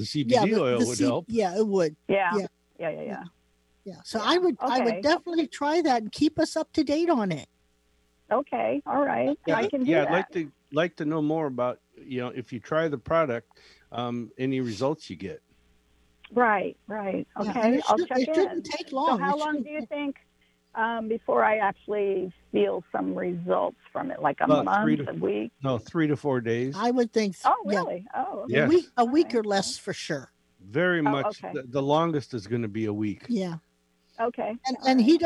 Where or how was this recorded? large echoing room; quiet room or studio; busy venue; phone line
phone line